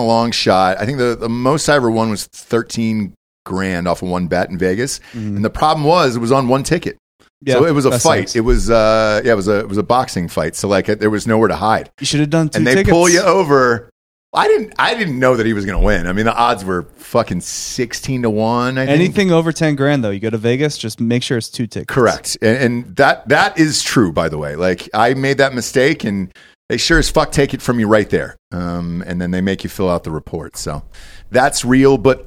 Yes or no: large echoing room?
no